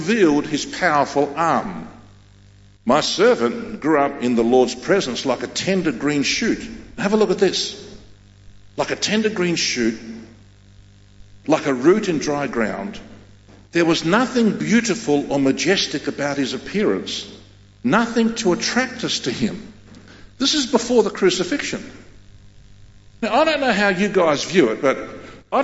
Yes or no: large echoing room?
yes